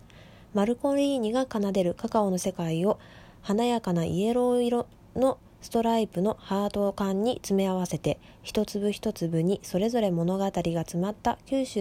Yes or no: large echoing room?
no